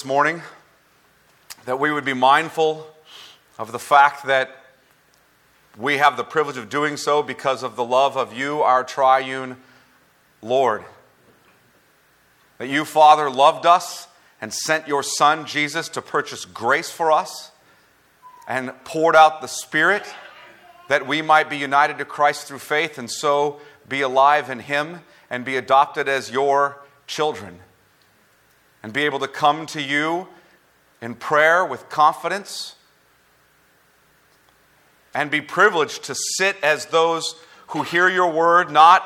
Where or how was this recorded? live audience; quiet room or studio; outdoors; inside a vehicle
live audience